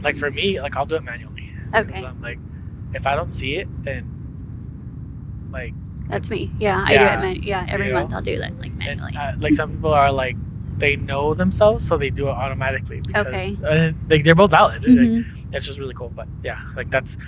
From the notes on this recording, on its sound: Some of the episode was recording under heavy wind